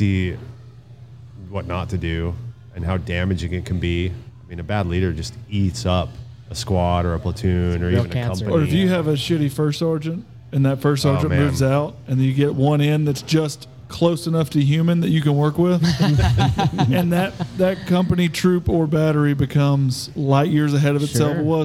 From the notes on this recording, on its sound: Taped at Line Creek Brewing Co., Fayetteville, GA